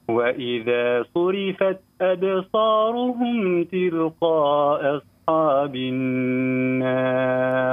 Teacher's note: الصاد نفخموها شوي. نعم بالصاد أعطيها حقها من التفخيم.